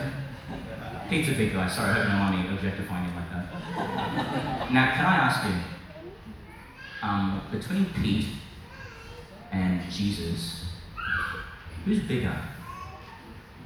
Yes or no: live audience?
yes